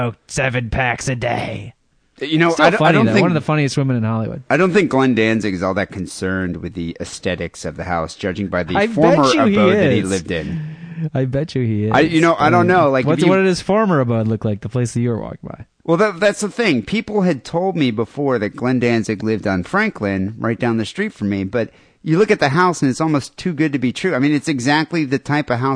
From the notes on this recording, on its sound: Phone calls.